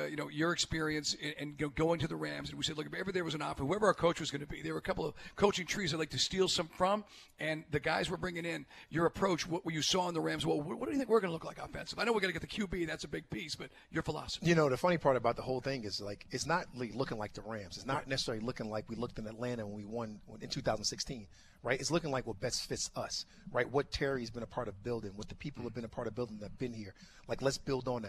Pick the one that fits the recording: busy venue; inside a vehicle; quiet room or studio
busy venue